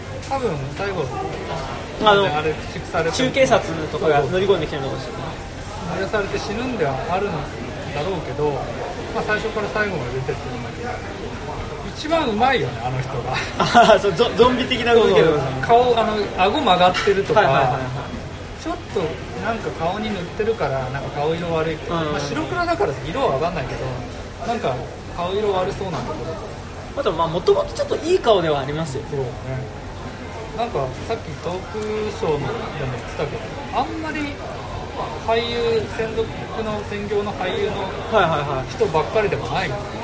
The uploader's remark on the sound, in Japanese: 居酒屋での録音のため雑音がかなり入っています